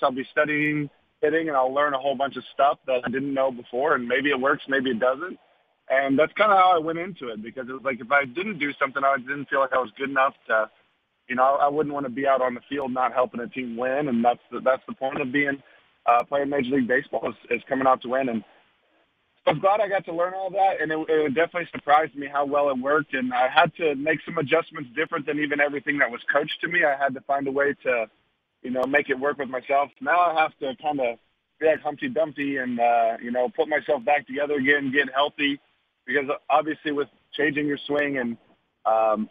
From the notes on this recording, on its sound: called